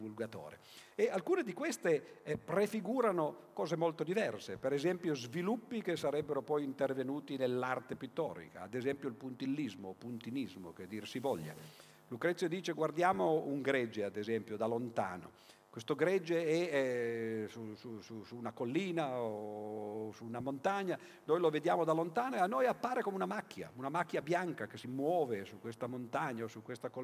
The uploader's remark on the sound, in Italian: Registrato al Festival della Letteratura di Mantova il 7 settembre 2013